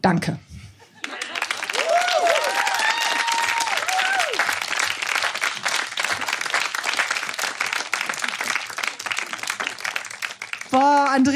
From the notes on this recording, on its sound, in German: Von der „texte von gestern“-Liveshow am 22.07.2021 im Kulturhaus Insel der Jugend, Berlin. Heißen Dank an das Kulturhaus Insel, unser tolles Publikum.